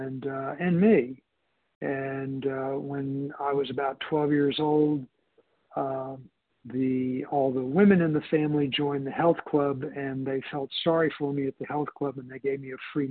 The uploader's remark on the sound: 100 Pounders Phone Meeting, 12/13/23